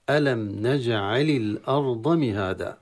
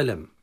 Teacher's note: الميم الساكنة تظهر عند النون